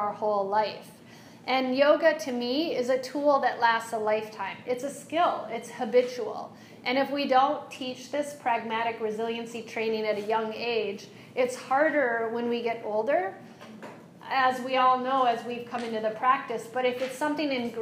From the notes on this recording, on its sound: This is a live excerpt. Lecture for a group of wellness professionals.